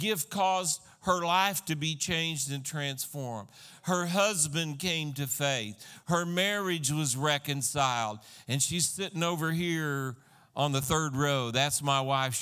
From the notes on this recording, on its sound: This was a sermon recorded at Christian Life Cathedral, Fayetteville, AR, on 9/26/2015